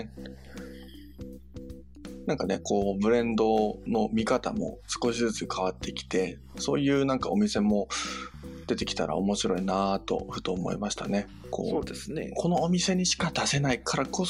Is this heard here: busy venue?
no